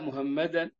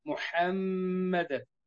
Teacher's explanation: الميم الأولى مخففة الحاء مظهرة من حروف الإظهار · Shown in: second take